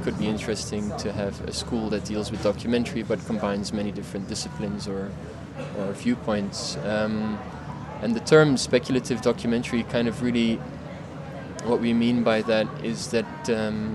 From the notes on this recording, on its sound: The episode was recorded at Polycopies book fair in November of 2018 during the Paris Photo weekend.